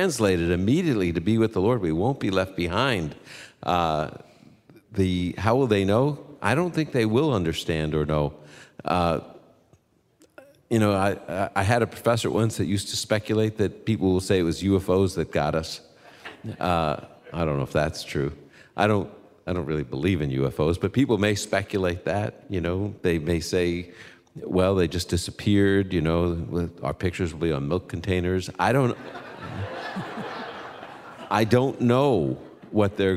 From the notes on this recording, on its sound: On the Road in Indy. Open Line comes to you via Castleview Church in Indianpolis this weekend. Our live audience asks their questions.